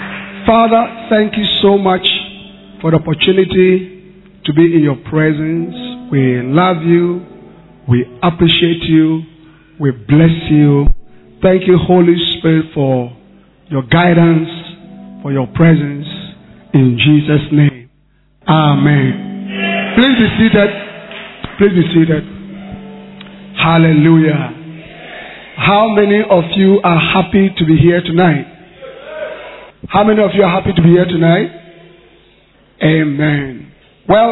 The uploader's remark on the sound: Preached at The Mega Church, Korle Gonno Cathedral. Thanksgiving Convention.